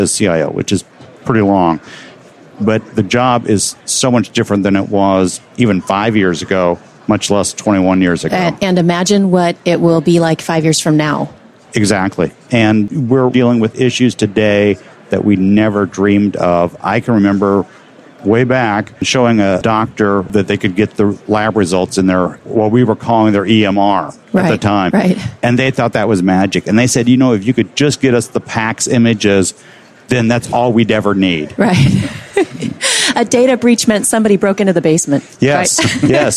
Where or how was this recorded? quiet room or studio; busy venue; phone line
busy venue